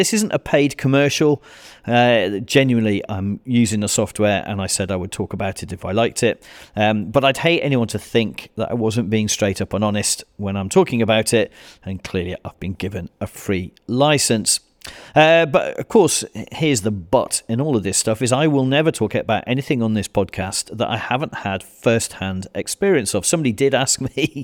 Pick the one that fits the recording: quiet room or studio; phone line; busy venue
quiet room or studio